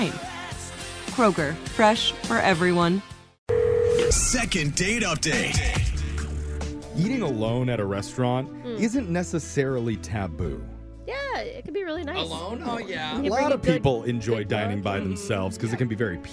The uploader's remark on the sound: The listener on the phone